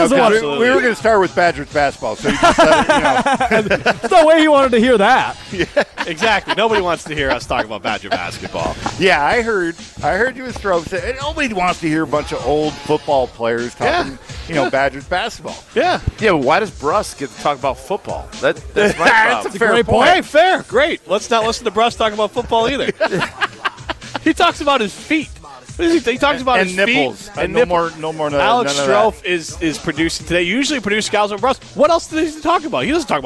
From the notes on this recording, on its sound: live from Daly's in Sun Prairie